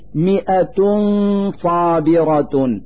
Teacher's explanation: في هذا المثال ضمتان على التاء من كلمة مئة، نلفظ هاتين الضمتين نونا ساكنة من مخرج الصاد من كلمة صابرة، فنقول مئة صابرة مع إظهار الغنة التي تدل على وجود نون ساكنة. · Term: إخفاء التنوين